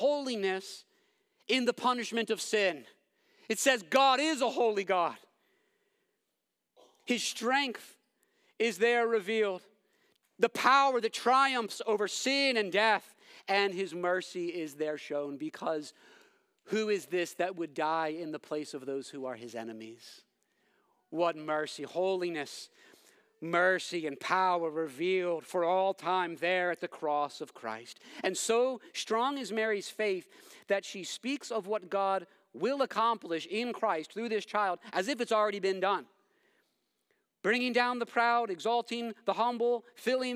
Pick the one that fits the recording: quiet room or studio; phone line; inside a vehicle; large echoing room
large echoing room